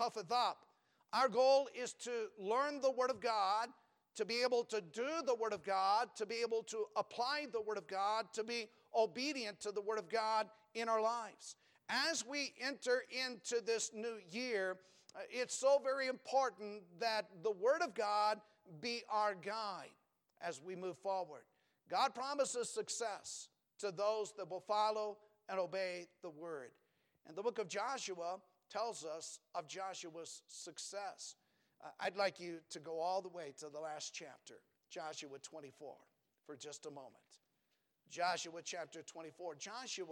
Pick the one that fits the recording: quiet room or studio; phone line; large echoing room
large echoing room